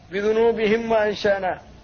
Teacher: للنطق بالميم ساكنة قبل الفاء دون قلقلة ودون إخفاء · Term: الإظهار